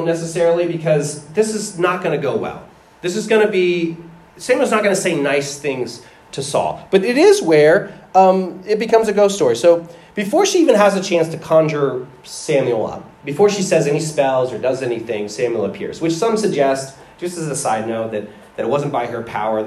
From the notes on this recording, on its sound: The audio quality isn’t as good as usual. If it sounds like it was recorded on a Phone, that's because it was.